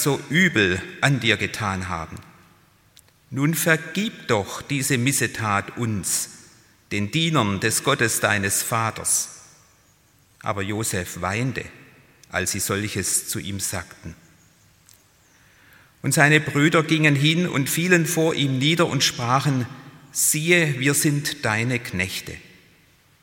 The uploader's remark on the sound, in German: Präsenz-Gottesdienst der Missionsberg-Gemeinde (Liebenzeller Mission)